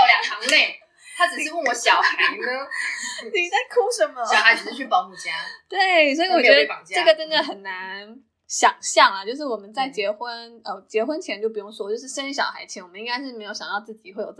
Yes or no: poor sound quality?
yes